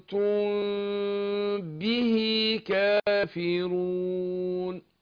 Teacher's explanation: آمنتم وبعدين الميم الساكنة بعدها باء فده اسمه ايه اخفاء شفوي الميم الساكنة لما يجي بعدها باء بنخفيها في نفسها واخد بالك مع انفراج يسير بين الشفتين وبنجيبها مع الغن حركتين